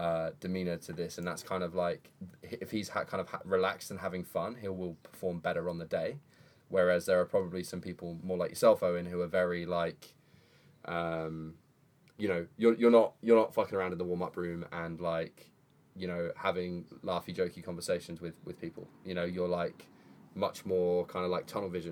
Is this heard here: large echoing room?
no